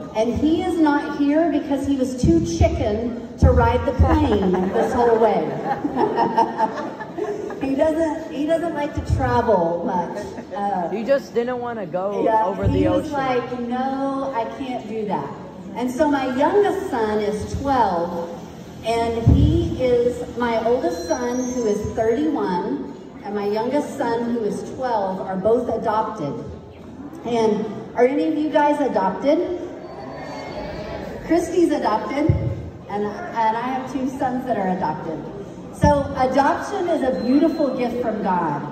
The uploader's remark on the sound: Got to spend the morning with the students at Tuba National High School! Shared with these 400 9th-12th grade students.